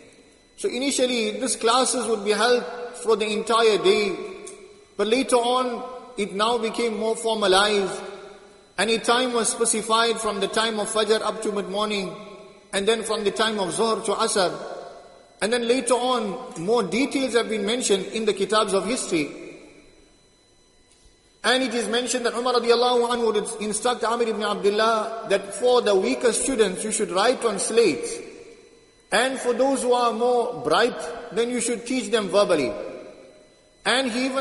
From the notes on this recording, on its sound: Jumuah lecture at Masjid ut Taqwa 13 Jan 2023